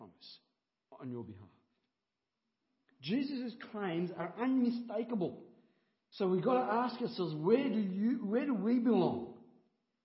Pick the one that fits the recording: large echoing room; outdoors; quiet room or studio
large echoing room